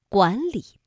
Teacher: 当两个赏声字相连的时候，第一个字要发声变调，读二声阳平